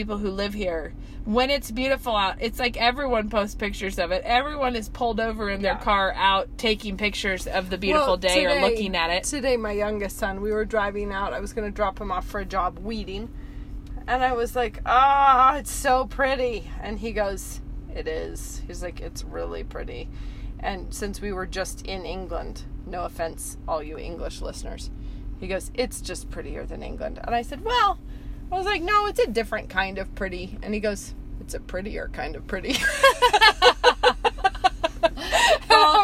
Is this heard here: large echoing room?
no